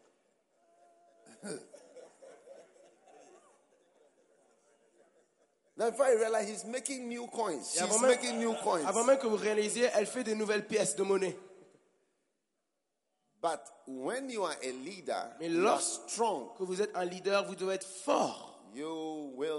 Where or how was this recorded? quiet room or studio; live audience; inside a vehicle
live audience